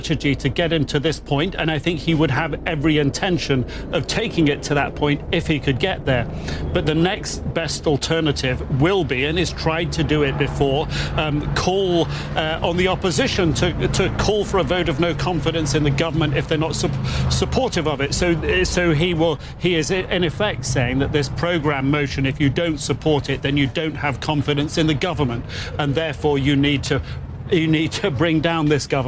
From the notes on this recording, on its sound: live from the New York Stock Exchange